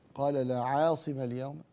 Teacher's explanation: العين مرققة، بعدها الألف مرققة، لكن بعدها الصاد مفخمة، عاصمة. فنحن نريدك أن تحافظ على ترقيق العين والألف التي بعدها، لأن الألف تتبع ما قبلها، ولا تجعل الألف تتأثر بالصاد، لا تقول عاصمة.